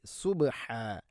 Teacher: സുബ്ഹാ, ബാഇനെ ഖൽഖല ചെയ്യണം